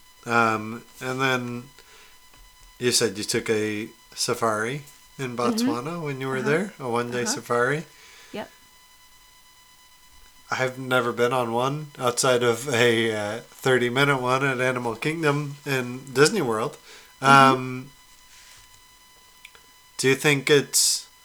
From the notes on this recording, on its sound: We apologize for the high pitched buzz (insert drinking joke here) during this week's episode, we couldn't resolve it during editing.